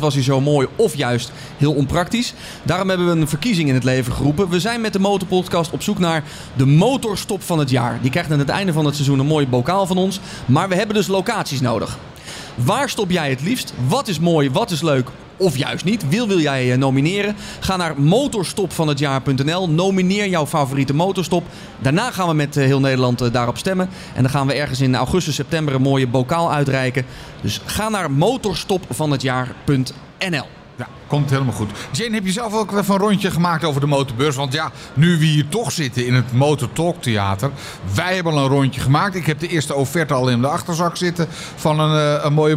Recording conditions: busy venue